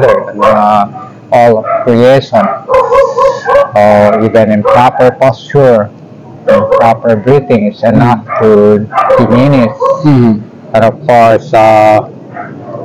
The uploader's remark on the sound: From Kinakin, Banaue, Ifugao. We asked his permission if we could put on record this sacred ritual and also to conduct interview while we are on the sacred circle where he agree.